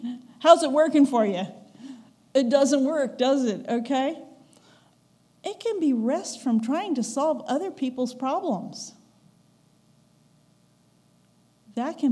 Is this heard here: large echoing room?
yes